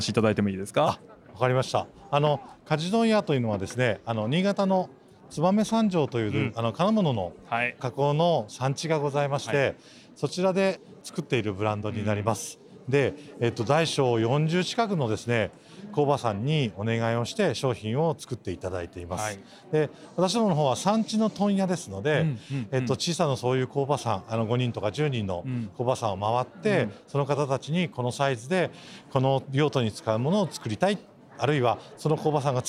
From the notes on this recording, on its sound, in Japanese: 今年2月に東京・恵比寿で行われた中川政七商店主催の小売店向け合同展示会「大日本市」の現場レポートをお送りします。